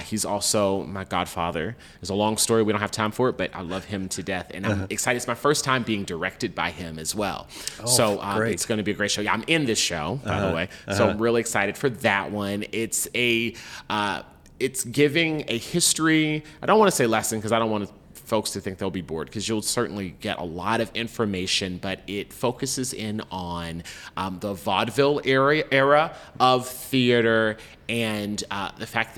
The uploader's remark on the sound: Recorded December 8, 2022 in the Playhouse café at Playhouse on the Square, in Memphis, Tennessee.